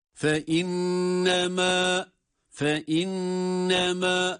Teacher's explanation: Fe inneme derken nun şeddeli tutmamız gerekiyor